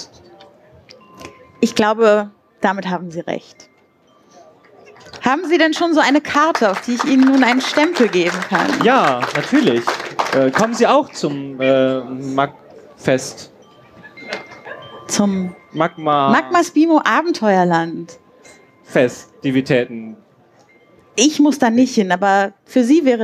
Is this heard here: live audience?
yes